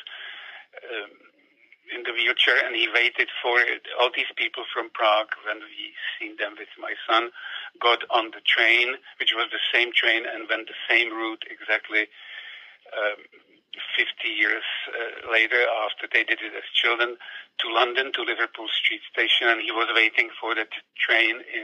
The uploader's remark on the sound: We never intended to turn this over-the-phone chat about Nicky & Vera into a podcast, but it begged to be shared.